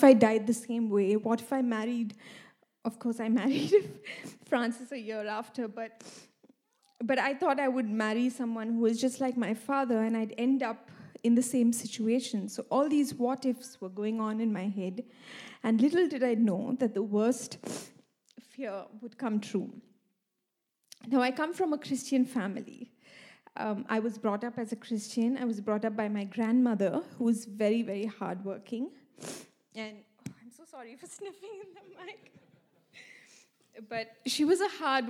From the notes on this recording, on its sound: This message was recorded live at our Malmö Gathering on Sunday, August 6th, 2023.